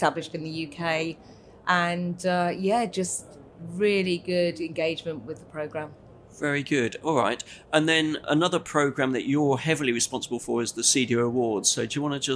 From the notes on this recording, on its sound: Recorded at ISE 2024.